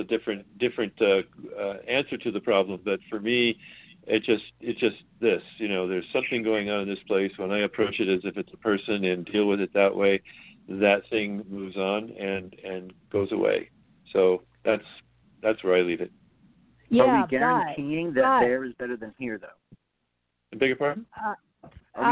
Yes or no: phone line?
yes